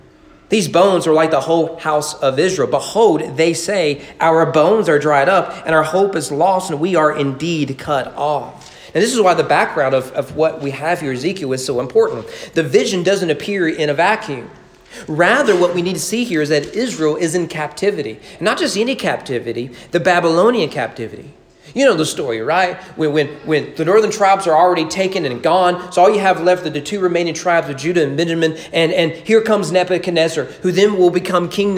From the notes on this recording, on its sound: Sermon preached at East Frankfort Baptist Church on April 4, 2021 during morning worship on Easter.